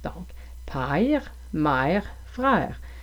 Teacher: Par exemple, pour le son e comme dans père, mère et frère, vous pourriez entendre père, mère et frère. Donc, on commence avec A et ça tourne au E, presque au I. · Term: diphtongue